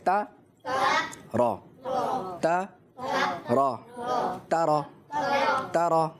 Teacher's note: تا کو اپنی جگہ باریک پڑھنا ہے اور را کو اپنی جگہ موٹا، باریک نہیں موٹا پڑھنا ہے.